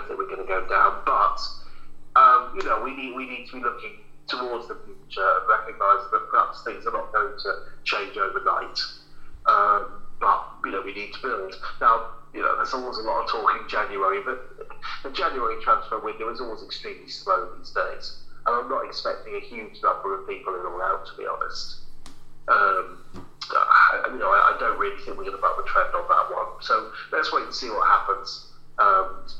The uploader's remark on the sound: joins the lads on the phone